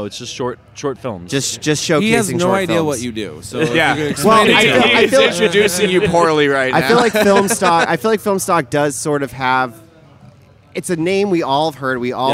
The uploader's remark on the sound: straight from Phoenix Film Festival 2016!